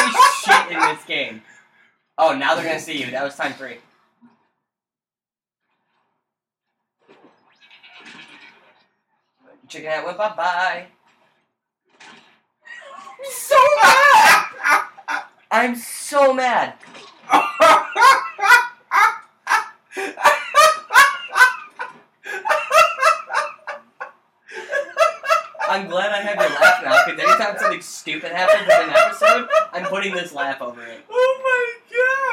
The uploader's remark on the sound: DISCLAIMER: We had some technical difficulties while recording that we didn't realize we had while recording. Do excuse the unusually bad sound quality.